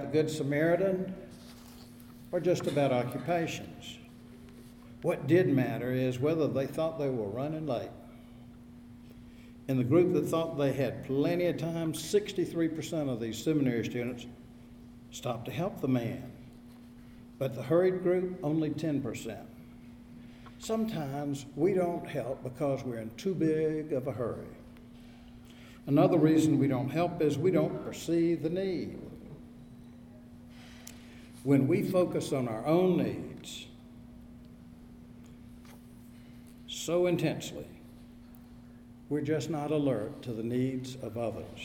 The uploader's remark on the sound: Audio from the service was not available; this recording is from the Wednesday noon service of First Presbyterian Church, Raleigh.